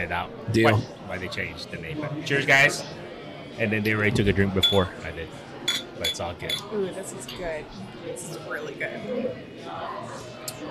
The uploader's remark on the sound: On location at Lucky Horse Beer and Burgers.